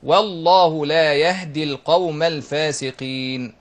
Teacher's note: اللسان بينتقل من التفخيم الى الترقيق